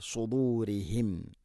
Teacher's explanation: സുദൂരിഹിം, സുദൂറി റാഇനെ കനപ്പിക്കരുത്